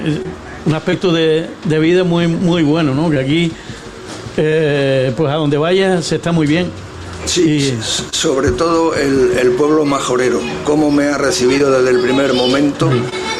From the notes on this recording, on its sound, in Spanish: En directo esta mañana desde el Boomerang. Este acto de reconocimiento está organizado por Radio Insular y Bar Cafetería Boomerang.